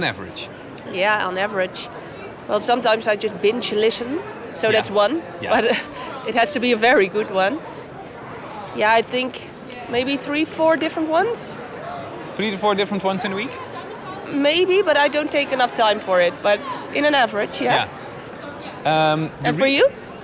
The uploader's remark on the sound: Live from Podcast Movement in Las Vegas